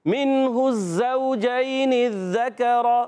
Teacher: آپ نے زا کی ادائیگی سیٹی کے ساتھ، زال کی ادائیگی بغیر سیٹی کے